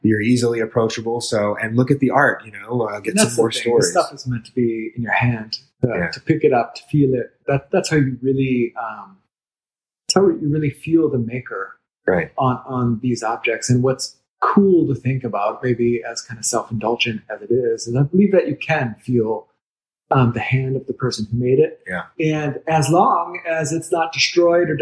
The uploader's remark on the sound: In his famed gallery on the doubly famed, Duval Street. The audio is a bit dodgy on this episode.